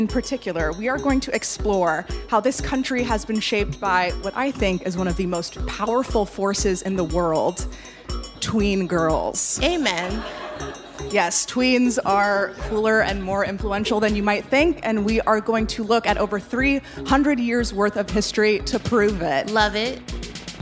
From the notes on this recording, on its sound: In our very first LIVE show